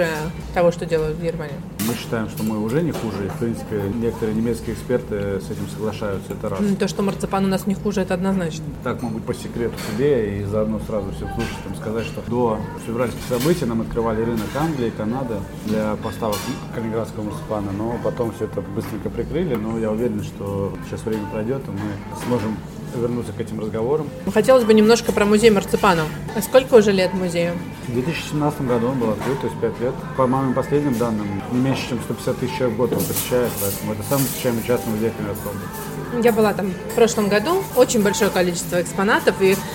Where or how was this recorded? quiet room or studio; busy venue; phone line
busy venue